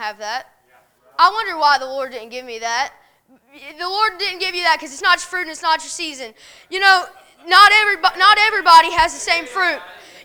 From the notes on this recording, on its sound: A message preached at Crossroads Baptist Church